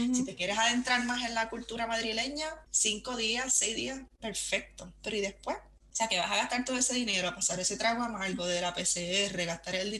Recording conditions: video call